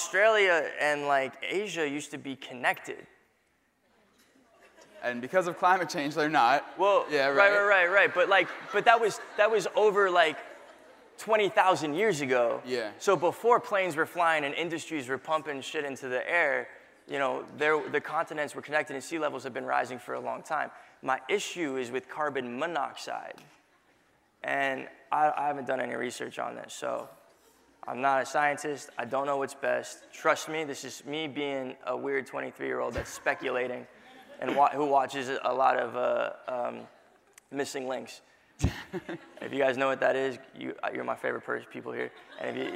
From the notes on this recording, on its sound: In front of a live audience at New York's 92nd Street Y.